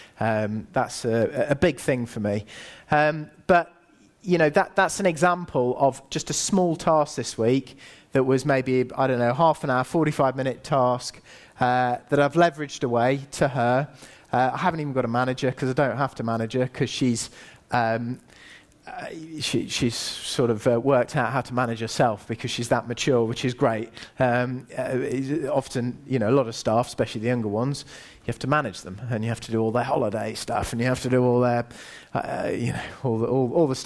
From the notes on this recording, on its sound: Recent talk at the Underground Empire Builders Event.